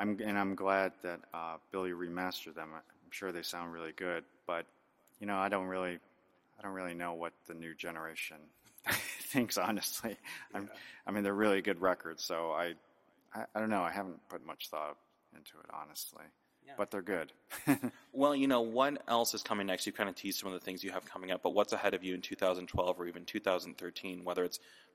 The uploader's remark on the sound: In an interview recorded on the second floor of Schubas.